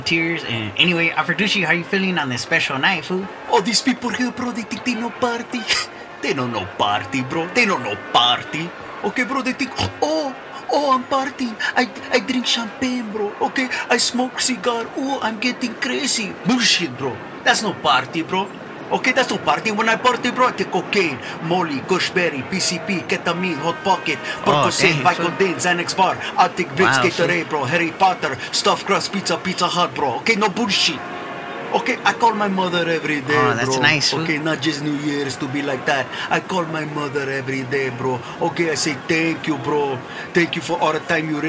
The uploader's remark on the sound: A New Year’s Eve celebration live from the Montebello Mall parking lot.